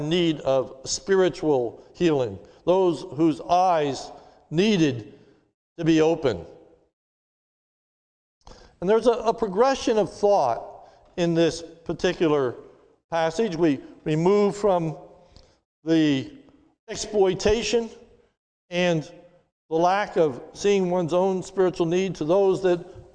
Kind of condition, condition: setting, large echoing room